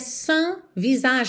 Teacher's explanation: Temos um S mudo aí nesse sans